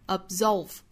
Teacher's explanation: absolve 这个词中间的这个 b 的发音不要爆破十足啊，是应该采取不完全爆破的发音方式